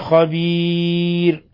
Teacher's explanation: لاحظوا ترقيق الراء في خبير لأن مسبوق بياء موقوف عليها، وأيضا لا يخفى ما فيها من ثلاثة العارض القصر والتوسط والإشباع لسائر القراء.